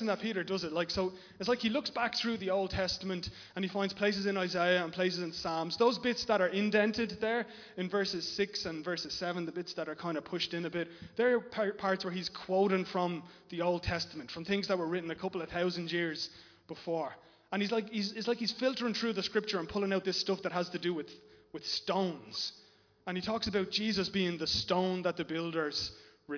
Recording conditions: large echoing room